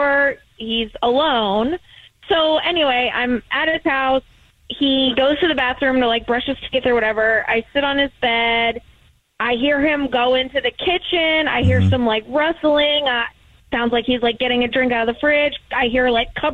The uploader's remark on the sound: We have a woman on the phone